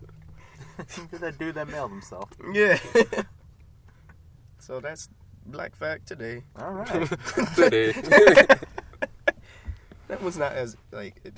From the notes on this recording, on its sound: The boys are back in the car for now.